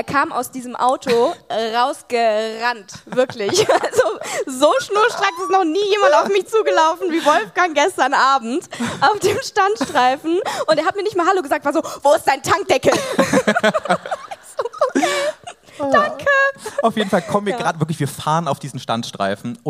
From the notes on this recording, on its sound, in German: Die große Geburtstags-Live-Show. In der Stadthalle Köln. Das hier ist die gekürzte Audio-Version.